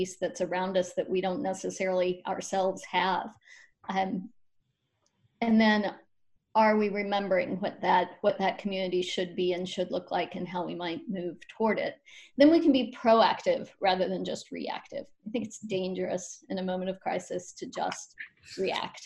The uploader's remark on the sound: Zoom Talks Series